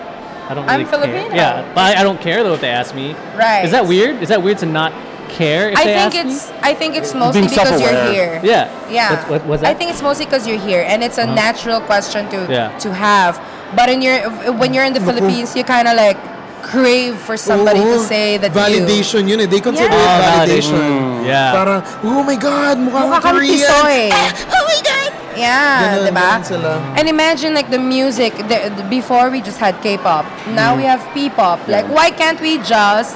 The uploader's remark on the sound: We have reached the last of our episodes recorded from FAHM Mania 2023 and we saved the best for last.